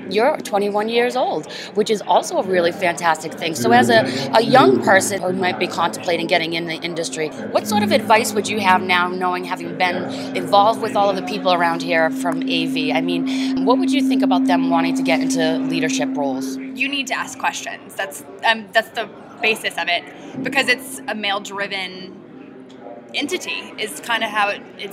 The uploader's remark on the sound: Live from the floor of the BLC. Broadcasting from the middle of the NSCA Business Learning Conference.